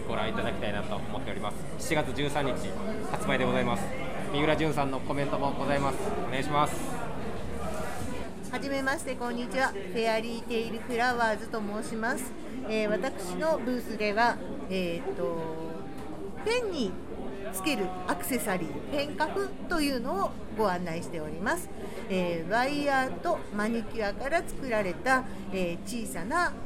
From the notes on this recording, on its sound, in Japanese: 特別編 FRAT#4会場より。東京天王洲アイルにて開催されました文房具雑貨の合同展示会FRAT#4の会場の模様をお届けします。